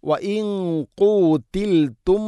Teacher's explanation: ഇഖ്ഫാ ബിഗുന്ന അവ്യക്തമാക്കി ഉച്ചരിക്കണം, നൂനിനെ അവ്യക്തമാക്കി ഉച്ചരിക്കണം. ഖാഫ് സ്വരഭാരത്തിൽ ഉച്ചരിക്കേണ്ട അക്ഷരമാണ്, ഗുന്നയും ശ്രദ്ധിക്കണം.